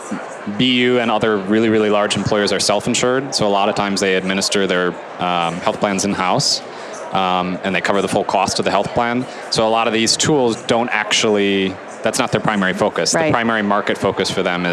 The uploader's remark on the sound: LIVE from Las Vegas, at #HRTechConf